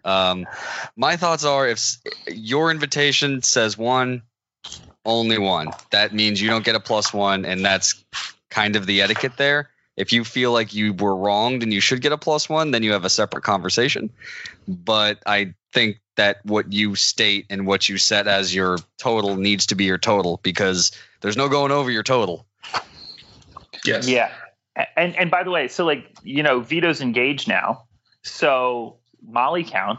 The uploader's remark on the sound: via Skype